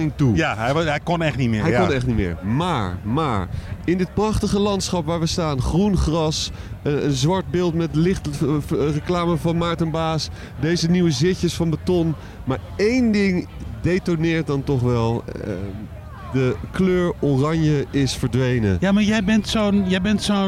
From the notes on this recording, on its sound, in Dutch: Live vanuit de artist village op Lowlands is dit de vrijdagaflevering van LLowcast.